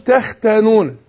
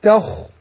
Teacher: الخاء هتاخد درجة عالية في التفخيم، هي ساكنة وما قبلها مفتوح · Shown in: second take